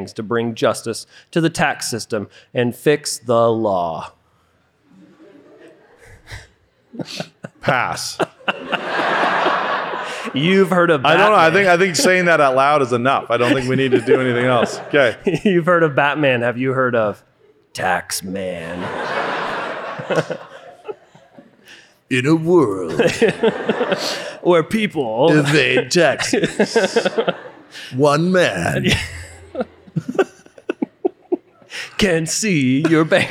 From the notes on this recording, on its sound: The SASF guys take on another studio audience of more than a hundred high schoolers visiting Moscow for New Saint Andrews College's Called Conference.